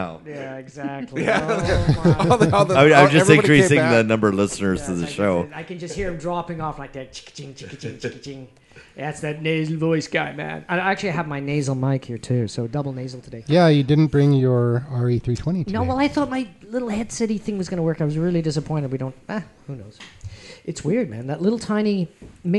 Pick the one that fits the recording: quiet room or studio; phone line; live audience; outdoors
live audience